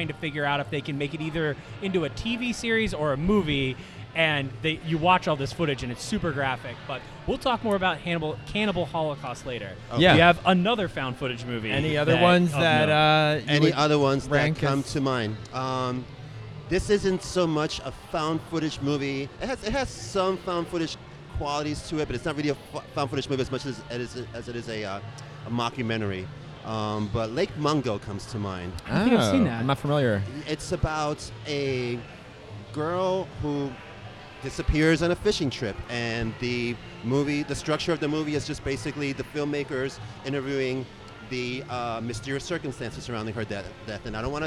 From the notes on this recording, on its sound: LIVE FROM LOVE CITY BREWING COMPANY!